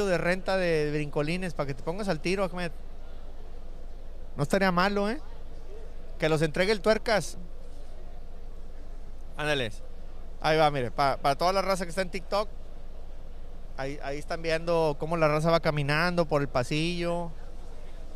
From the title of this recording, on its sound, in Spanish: Live desde expo en Kentucky